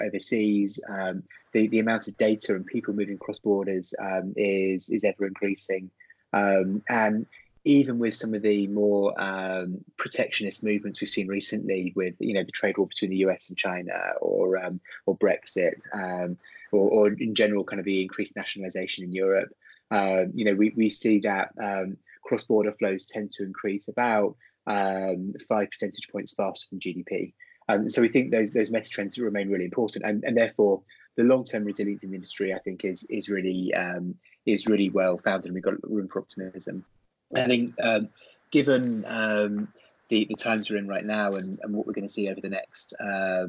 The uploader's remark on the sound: is joined on Skype